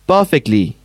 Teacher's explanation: the stress lies in the first syllable